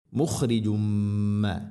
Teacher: തൻവീന് ശേഷം മീമ്, ഇദ്ഗാം ബിഗുന, തൻവീനിനെ മീമിലേക്ക് ഇദ്ഗാം ചെയ്യണം, കൂട്ടി ലയിപ്പിച്ച് മണിച്ചുകൊണ്ട് ഉച്ചരിക്കണം